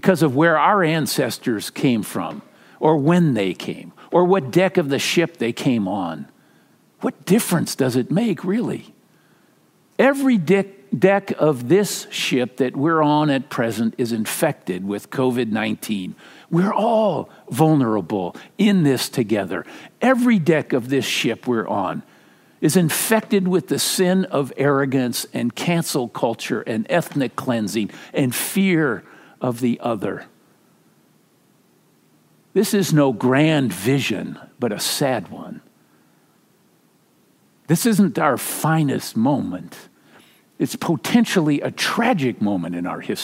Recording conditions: large echoing room